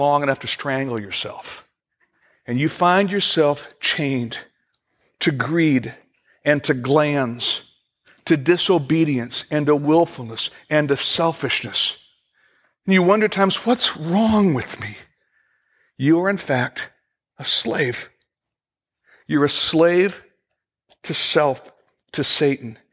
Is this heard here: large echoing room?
yes